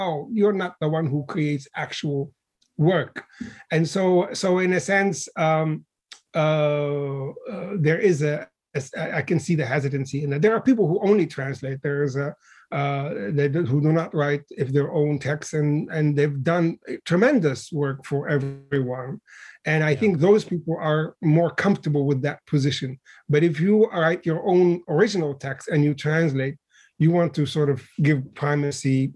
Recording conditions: video call